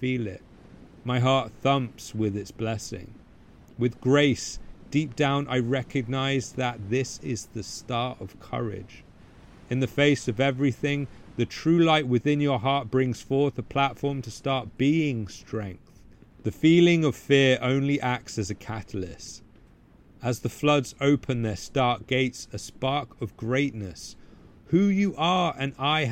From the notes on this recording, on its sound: I recorded this podcast amid a heavy storm hitting the wilderness hard. As rain belted down and gale-force winds toppled trees taller than I could see.